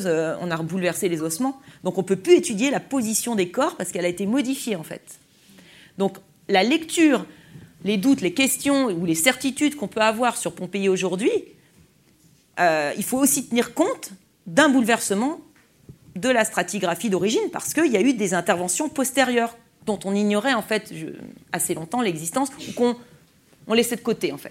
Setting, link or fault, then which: setting, large echoing room